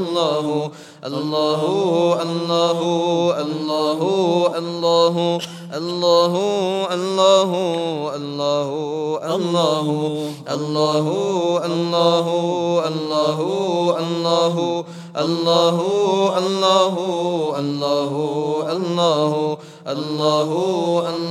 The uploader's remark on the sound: at the Houghton Masjid (West Street)